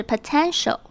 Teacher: potential 的 o 要发成扁扁的 e 的声音